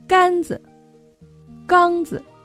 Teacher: 子字要读得短而轻